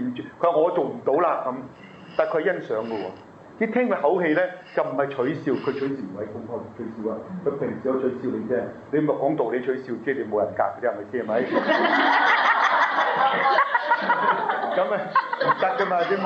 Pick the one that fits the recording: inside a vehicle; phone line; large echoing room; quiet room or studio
large echoing room